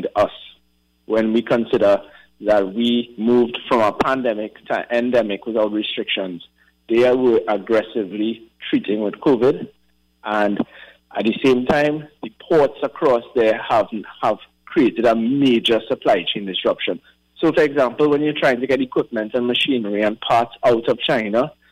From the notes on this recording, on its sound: During this hour we take calls from our audience